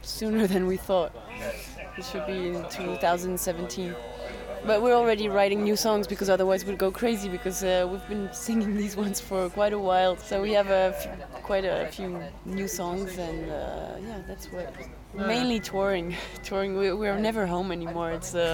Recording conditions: busy venue